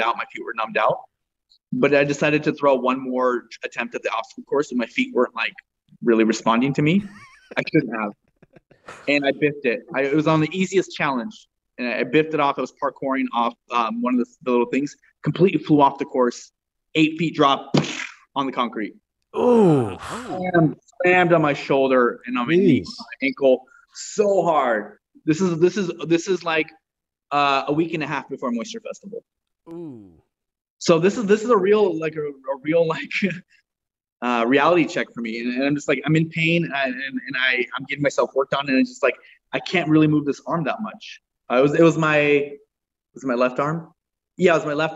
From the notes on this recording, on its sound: Over Zoom